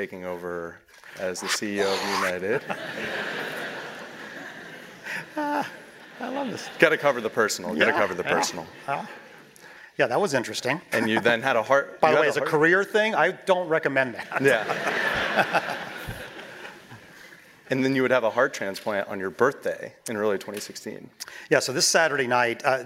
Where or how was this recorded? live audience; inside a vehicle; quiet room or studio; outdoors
live audience